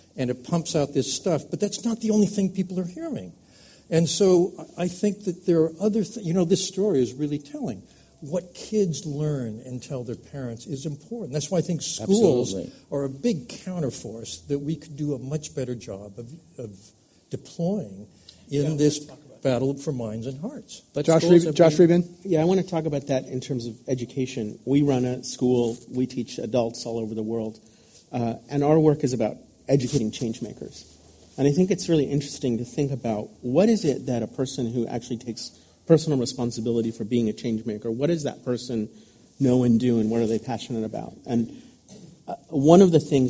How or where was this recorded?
live audience